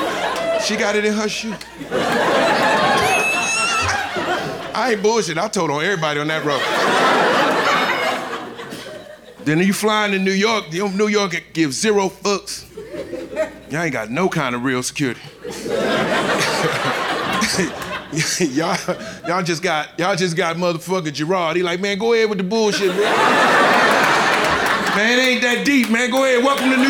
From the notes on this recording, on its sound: Live from Tribeca.